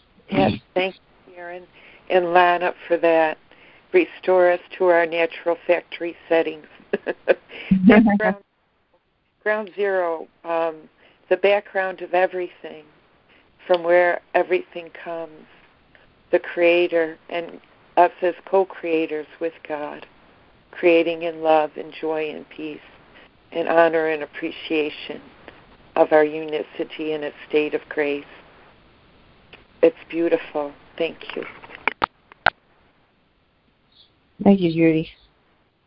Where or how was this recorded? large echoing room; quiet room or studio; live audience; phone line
phone line